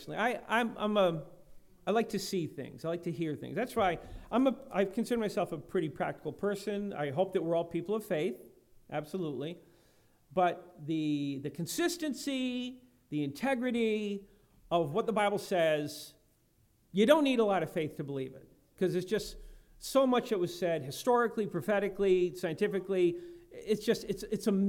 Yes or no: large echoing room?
yes